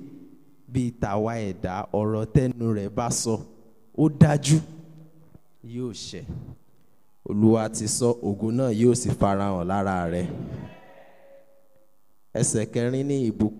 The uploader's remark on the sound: Preached at an early morning prayer meeting at TAC Powerline District in 2015.